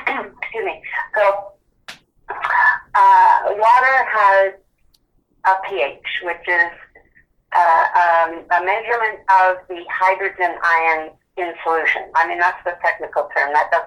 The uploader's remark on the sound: via a phone call